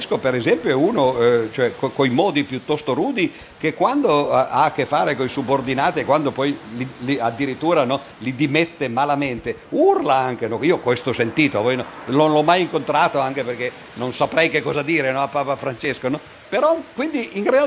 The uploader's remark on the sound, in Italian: Intervento svoltosi al " Festival della Comunicazione ". Camogli, Terrazza della Comunicazione.